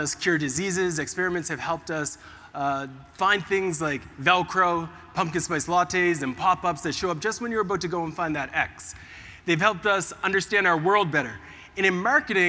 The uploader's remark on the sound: In this episode, I share my Keynote presentation that I gave about the power of experimentation to the audience at MozCon, one of the leading SEO conferences in the world.